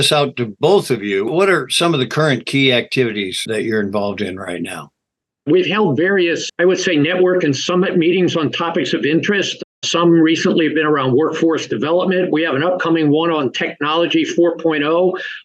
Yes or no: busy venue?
no